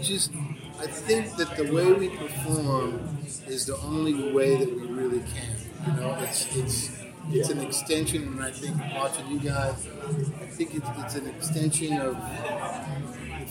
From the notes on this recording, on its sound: backstage at Firefly Music Festival